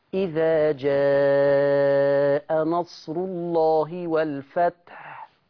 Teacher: كلام بسيط جدا اهو، يعني لما تجدي على حرف المد موجة يتعمليها أربعة يتعمليها ستة، على هواية لا، لما تجد بعد حرف المد في همزة تمد أربعة، سهلة كده. يبقى حرف المد عليه موجة ورا منه همزة تمد أربعة